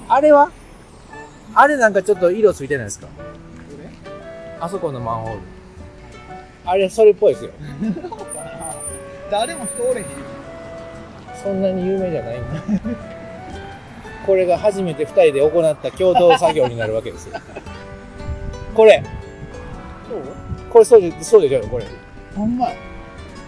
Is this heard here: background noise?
yes